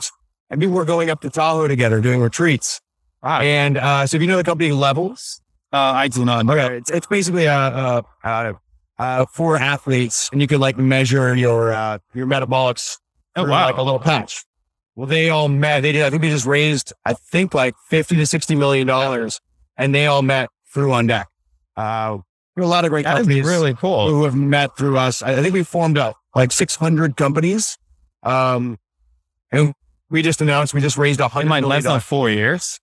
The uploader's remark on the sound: LIVE at Optech